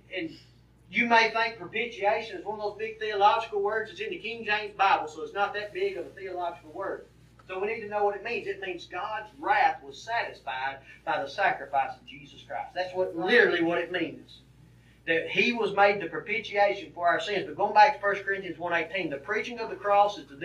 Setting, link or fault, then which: setting, large echoing room